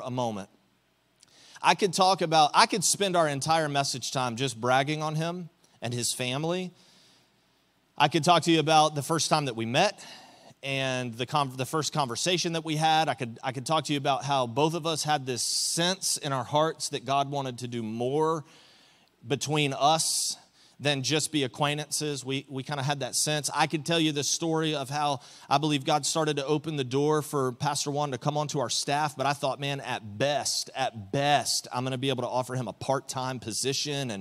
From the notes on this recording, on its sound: Recorded live on January 21, 2024 at Church On The Rock